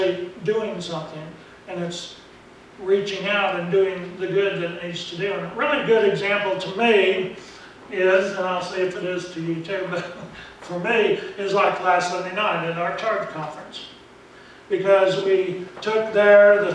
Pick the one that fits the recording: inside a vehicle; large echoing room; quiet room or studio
large echoing room